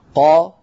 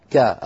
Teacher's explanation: انتبه للتفريق بين القاف والكاف، هذا أمر ضروري. قا كا، القاف فخمة والكاف مرققة